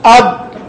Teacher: تطلع فيها أي صوت للضاد، لو قلت هكذا أض، هذه الآن طلعت من حافة اللسان، يعني من الجانب اللسان، وجاءت الحافة عند الأضراس والتصقت بها